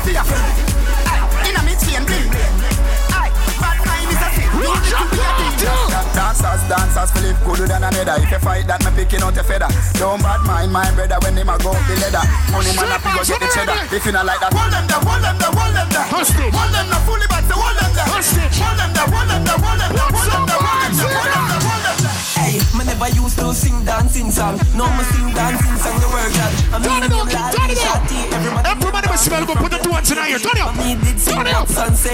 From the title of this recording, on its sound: Street Vybz - Cayman Islands 7/7/23 (LIVE AUDIO)